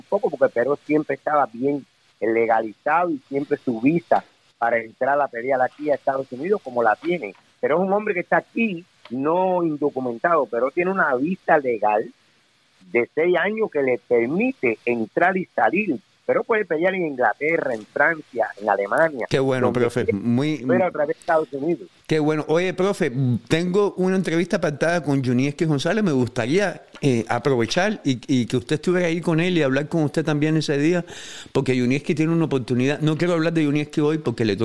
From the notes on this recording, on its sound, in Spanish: estaba escuchando el programa en vivo y llamo